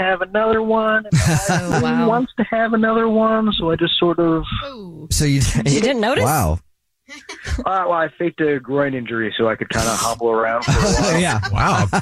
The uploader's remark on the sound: The man on the phone